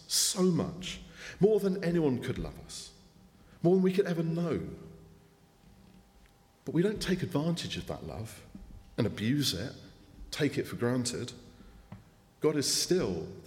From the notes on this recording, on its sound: speaking at the 9:30 service